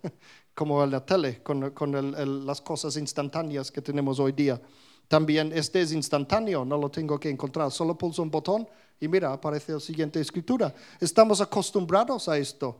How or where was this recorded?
live audience